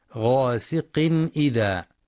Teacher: بيان الإظهار الحلقي للتنوين لوقوع الهمزة بعده